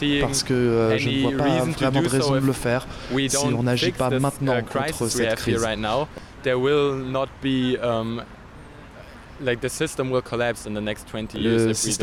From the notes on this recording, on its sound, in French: Rencontre avec Extinction Rébellion de Berlin. Reportage en direct de l’action et interview de militants.